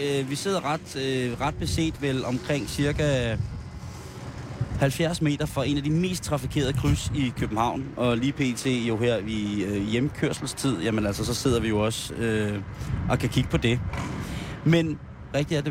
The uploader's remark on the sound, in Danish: sender live udenfor Ørsted Hus